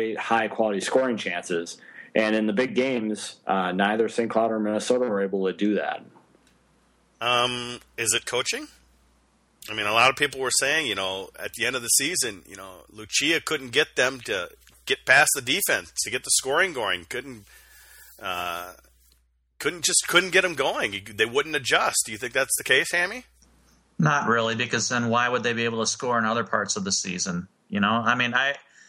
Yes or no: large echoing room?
no